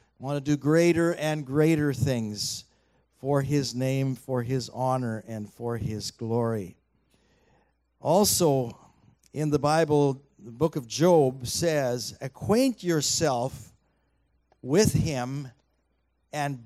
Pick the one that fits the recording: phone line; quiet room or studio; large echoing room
large echoing room